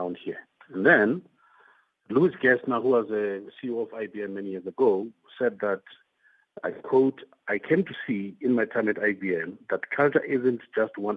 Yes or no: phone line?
yes